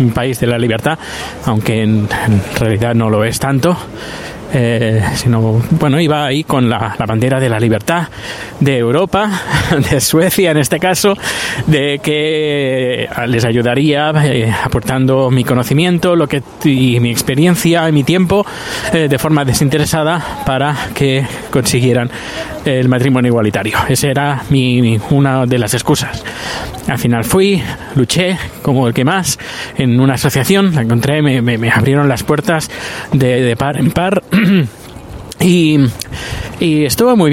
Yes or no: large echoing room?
no